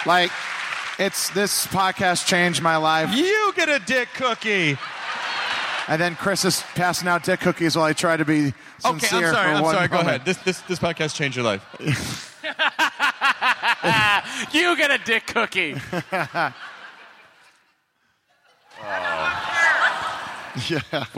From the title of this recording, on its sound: Live at SDCC